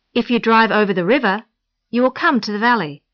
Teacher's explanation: Make your voice go up at the end of the first clause and down at the end of the sentence.